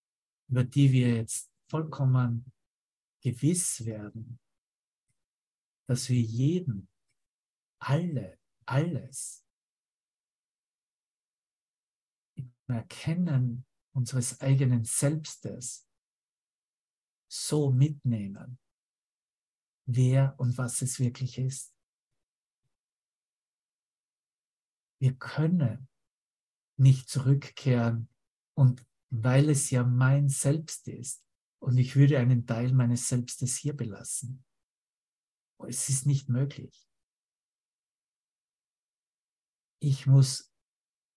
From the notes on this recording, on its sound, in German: Zoom-Session. Veranstaltet von der Aleph Akademie.